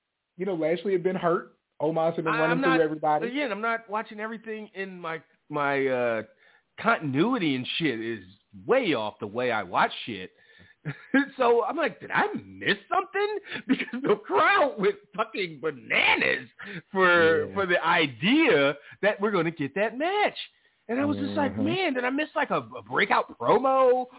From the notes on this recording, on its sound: Live phone calls and more.